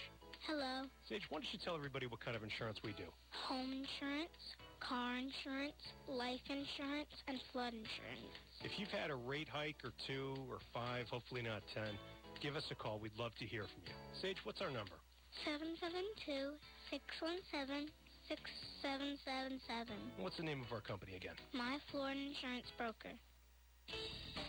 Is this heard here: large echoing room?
no